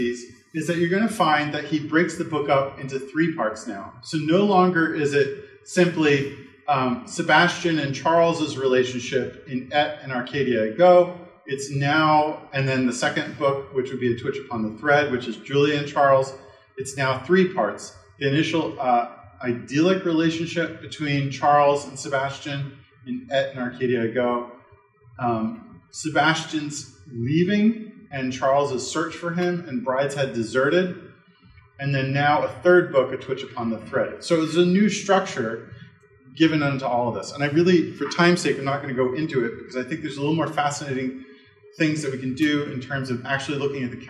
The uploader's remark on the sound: This lecture was given on April 27th, 2023 at Georgetown University.